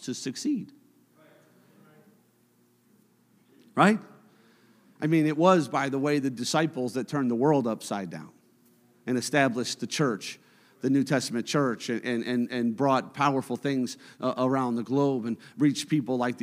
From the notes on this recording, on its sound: a service recording from Connect Point UPC